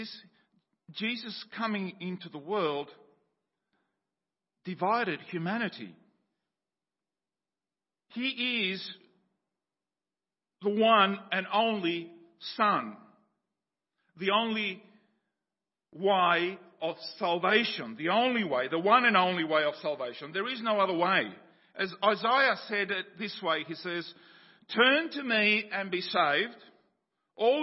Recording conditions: large echoing room